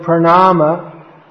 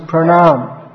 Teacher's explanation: In some Indian languages, prominently in Hindi, the last vowel is dropped. · Shown in: second take · So the word pranama becomes pranam.